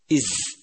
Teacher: صفات حرف الزاي المتضادة: أولا الجهر، فلا يجري النفس معه عند النطق به. إز، فهو ليس حرف همس.